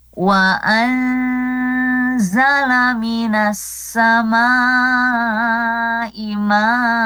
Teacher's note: Ada nun sukun bertemu dengan huruf zai, salah satu huruf ikhfa tadi ya, ikhfa hakiki ya. Kita praktekkan, dibaca samar dan didengungkan.